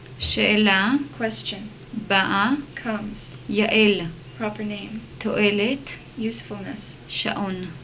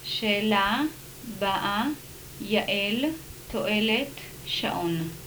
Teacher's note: The following words show the presence of glottal stops in Hebrew.